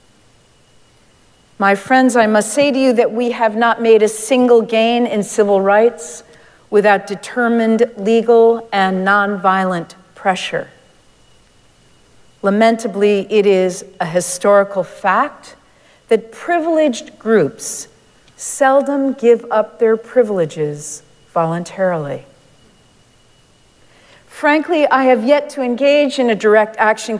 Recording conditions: large echoing room